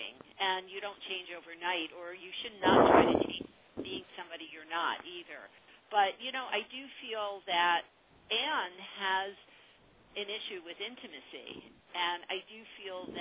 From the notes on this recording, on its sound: a live call-in radio talk show